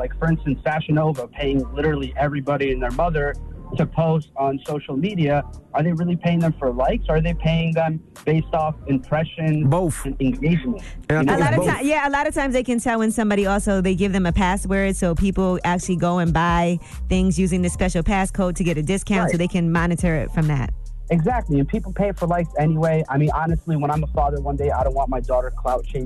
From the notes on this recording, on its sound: We opened up the phone lines to see if any of our listeners were upset about the sudden change. We opened up the phone lines up to see if our listeners had any crazy high stories while working.